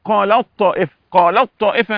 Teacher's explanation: بتضغم التاء في الطاء لأن التاء ضعيفة